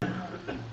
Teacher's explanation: تضع لسانك فوق ورا اللثه العليا تبع الاسنان من الداخل · Term: مخرج النون